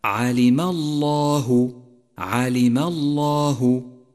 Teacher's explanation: فخمت لام لفظ الجلالة في قوله تعالى علم الله علم الله، لأنها مسبوقة بحرف مفتوح.